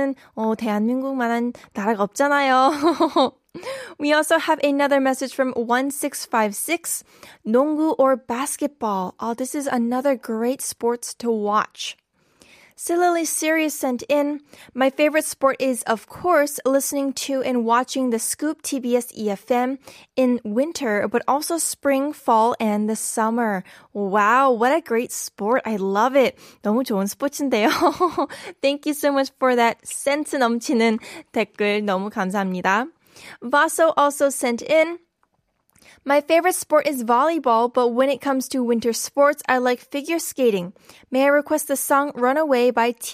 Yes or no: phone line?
no